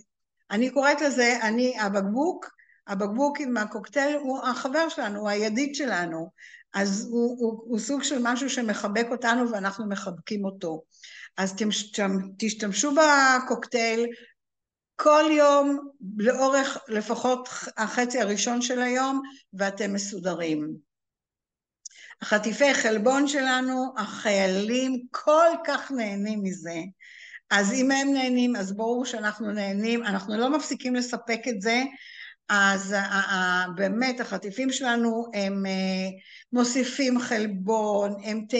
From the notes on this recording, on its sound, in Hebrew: הקלטה של הרצאת זום